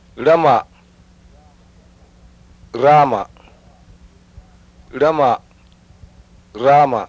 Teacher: Each pair, the first of each pair will have the flapped R, the second pair the trilled R.